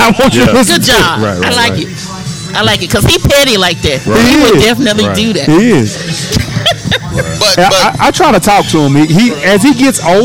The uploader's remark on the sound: Live from TJ's Catfish & Wings in Arlington, TX.